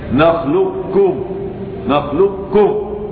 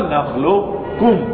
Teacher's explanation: هذه القاف فيها خلاف في أن تضغم في الكاف إضغاما كاملا أو إضغاما ناقصا. إضغاما كاملا كما أقول أنا الآن نخلقكم نخلقكم، ناقصا نخلقكم.